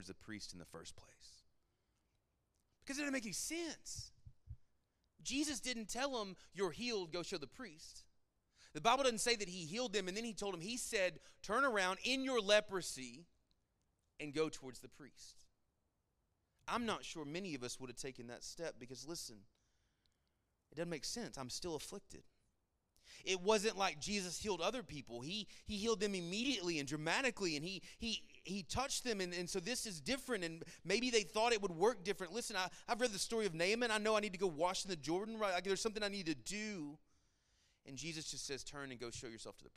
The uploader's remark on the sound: Sermon Audio from our Worship service